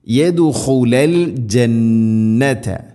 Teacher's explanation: യദ് ദാലിന് ഖൽഖല ചെയ്യണം, ശരിക്കും കേൾക്കണം. യദ്ഖുലൽ ജന്നത യദ്ഖുലു അല്ല യദ്ഖുല എന്നാണ്.